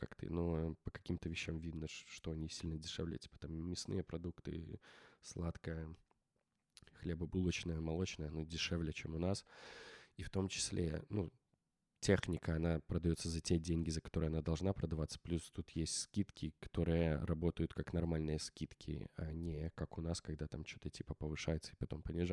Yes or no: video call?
no